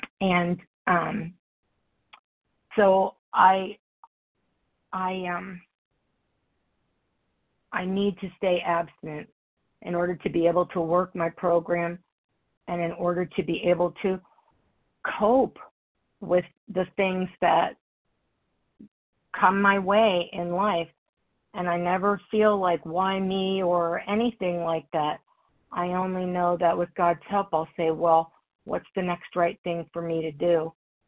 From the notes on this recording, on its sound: the 100 Pounders Phone Meeting, 6/6/23